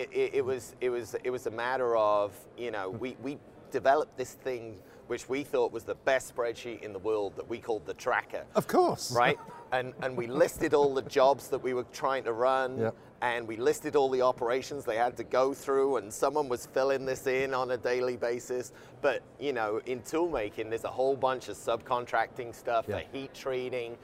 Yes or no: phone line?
no